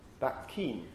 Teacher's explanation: the two consonants that are produced sort of merge in one place. We have an assimilation as in a place of articulation assimilation.